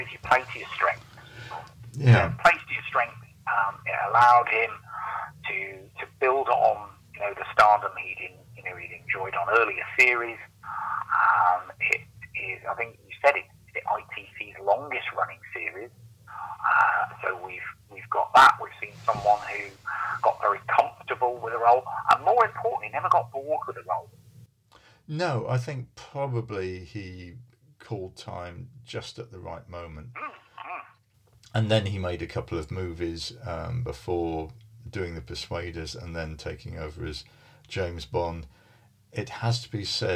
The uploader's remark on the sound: Phone in edition. The phone-in programme.